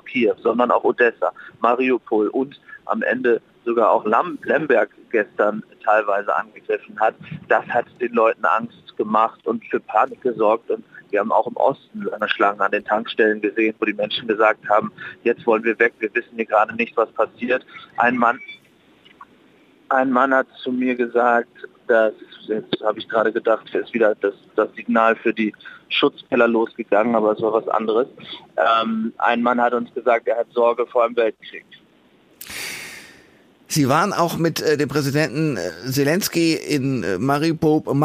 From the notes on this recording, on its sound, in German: Ist aus Kiew für KOSCHWITZ ZUM WOCHENENDE zugeschaltet. Live aus Kiew.